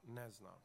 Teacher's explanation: negaciju i glagol uvijek izgovaramo kao jednu riječ, pošto se radi o jednoj akcentskoj cjelini. Teško je, na primjer, izgovoriti kao dvije posebne riječi glagol ne znam, već obično ne znam, s akcentom na negaciju.